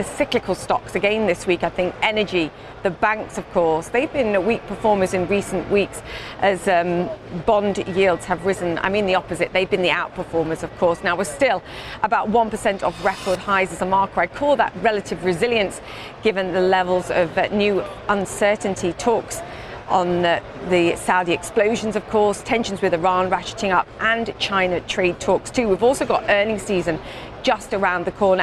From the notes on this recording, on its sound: live from the New York Stock Exchange